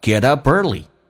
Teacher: 但加个 up 跟 early 经常会有连音，叫 get up early, P 浊化成 B